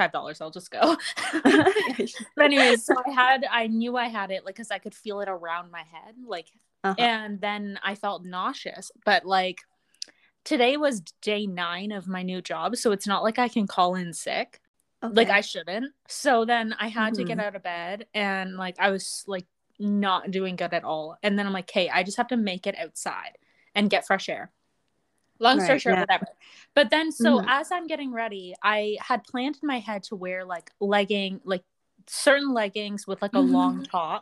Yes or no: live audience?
no